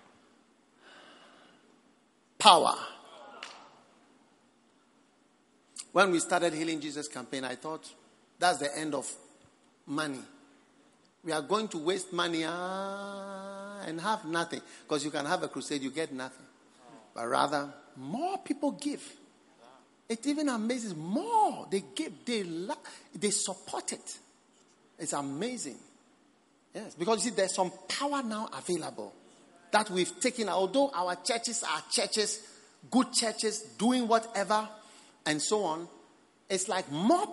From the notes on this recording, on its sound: Preached at the New Year's Eve Service, First Love Church.